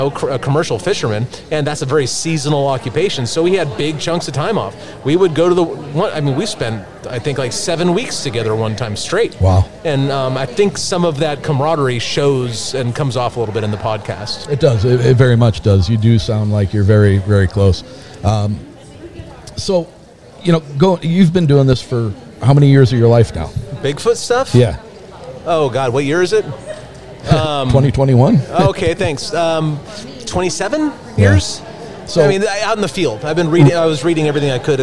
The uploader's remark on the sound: Michigan Bigfoot Conference. At a recent Bigfoot conference and do a lightning round between visitor to our vendors booths.